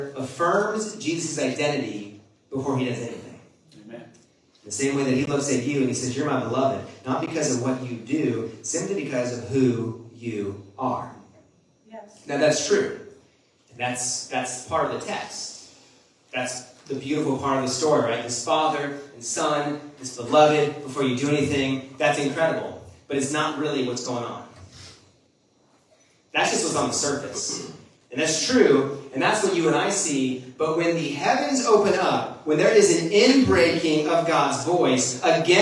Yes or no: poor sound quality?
yes